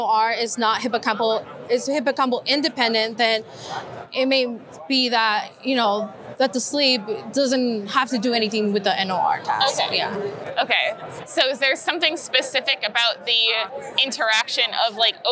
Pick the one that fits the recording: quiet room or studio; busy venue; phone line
busy venue